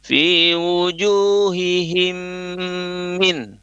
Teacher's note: Ada gunnah, dengungan. Hihim, him-nya ditahan sebentar selama dua harokat dan tiga ketukan